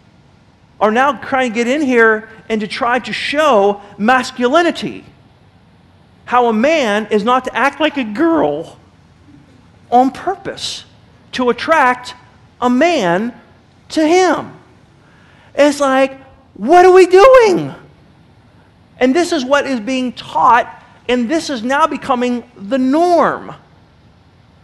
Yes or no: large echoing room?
yes